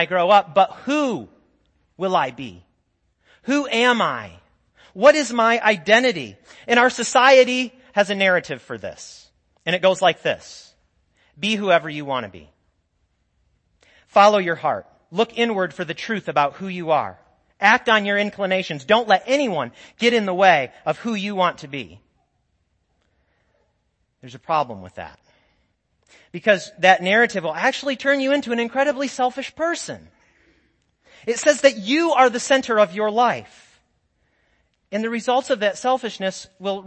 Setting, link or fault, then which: setting, large echoing room